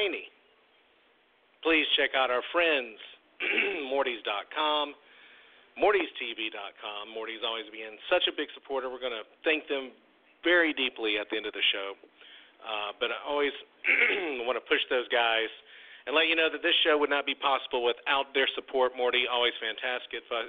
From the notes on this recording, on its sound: Tonight we open the phone lines for YOU